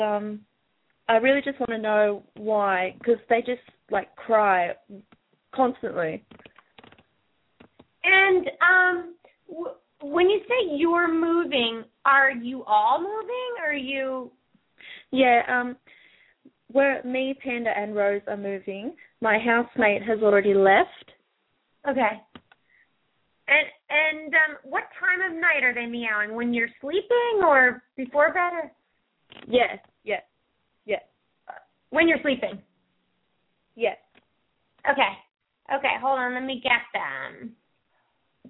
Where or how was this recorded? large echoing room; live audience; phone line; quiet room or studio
phone line